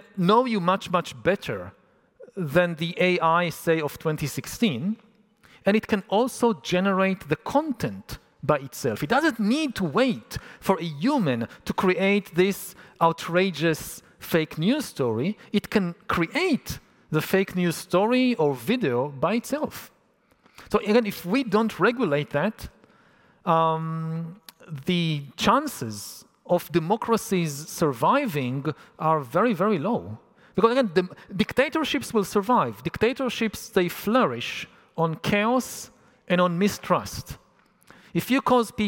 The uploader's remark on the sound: A talk recorded 'live on tape' at Estufa Fria, in Lisbon, Portugal on May 2023.